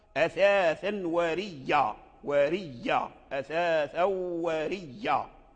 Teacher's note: الهمزة أبدلها ياء والتقت مع الياء الأخرى فأدغمها فأصبحت ياء واحدة مشددة